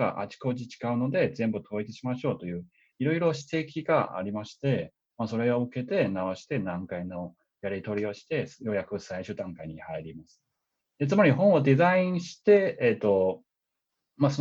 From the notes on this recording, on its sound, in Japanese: 久々収録で初リモート収録